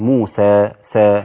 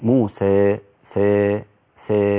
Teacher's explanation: أن لا يذهب الإنسان بالفتحة كاملة بل يجعلها مائلة إلى الكسرة قليلا · Shown in: second take · والإمالة هي الإضجاع أو الانبطاح يجعله يعني أكثر من التقليل، مائلة إلى الياء أكثر.